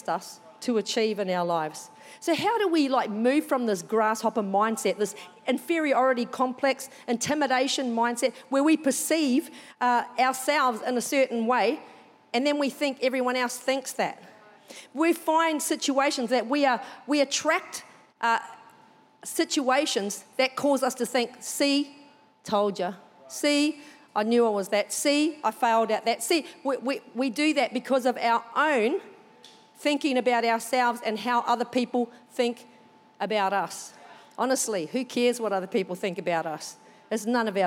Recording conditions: large echoing room